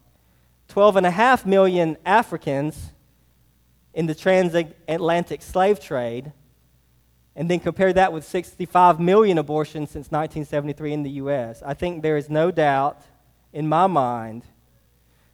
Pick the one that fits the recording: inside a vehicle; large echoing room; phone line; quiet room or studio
large echoing room